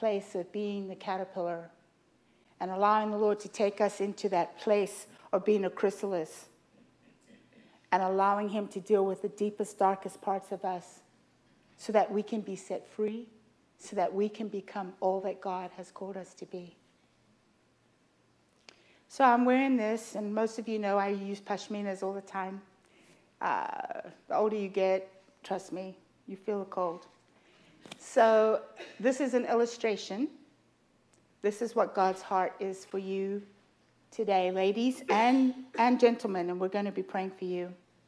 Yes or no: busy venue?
no